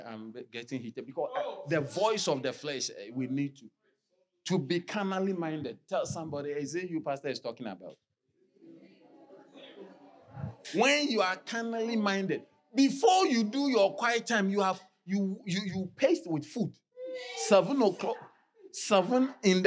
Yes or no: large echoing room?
yes